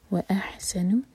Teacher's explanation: व अहसनु हलक से ये हा नहीं है ये हा अहसनु सीन पर विसल वाला साउंड सीटी की आवाज़ के साथ व अहसनु न दिया या पशद्दा तो या को जोर दिया